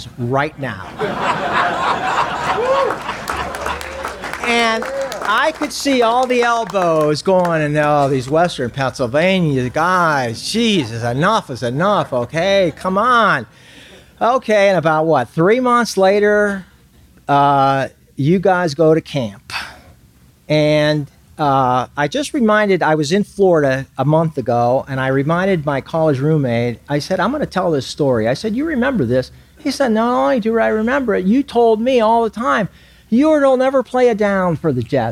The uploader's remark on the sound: 2019 Circle of Achievement Awards Banquet. This episode was recorded July 27, 2019 at Shadow Lakes Country Club, Aliquippa, Pennsylvania.